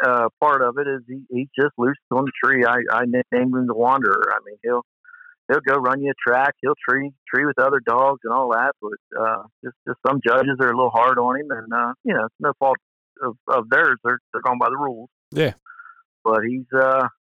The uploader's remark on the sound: He asked me to accompany him on his recent trip to the UKC World Show. We busted out the recording gear as we rolled down the highway on our way to Mount Gilead, Ohio.